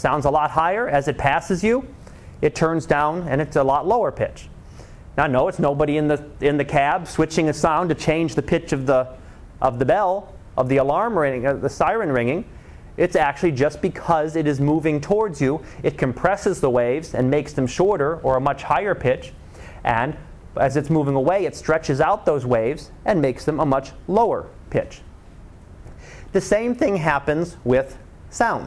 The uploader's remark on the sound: Live Class Lecture